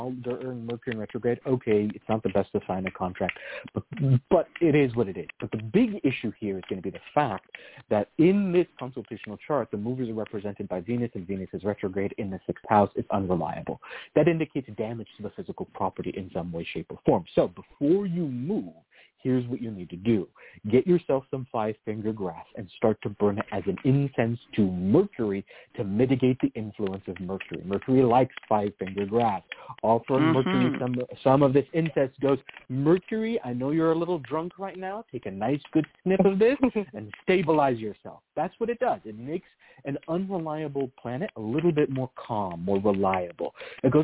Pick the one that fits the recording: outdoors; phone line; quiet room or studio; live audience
phone line